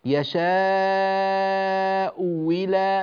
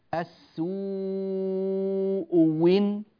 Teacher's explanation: تبدل الهمزة واوا مكسورة · Term: الإبدال